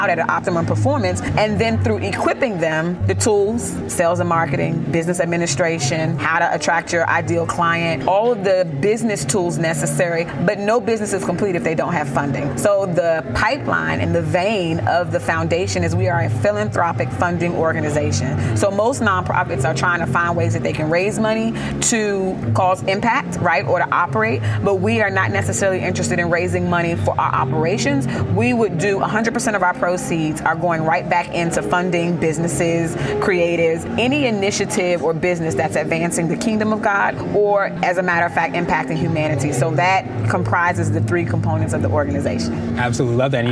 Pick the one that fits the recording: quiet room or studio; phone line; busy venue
busy venue